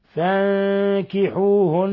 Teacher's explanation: ثم نون مشددة تغن مقدار حركتين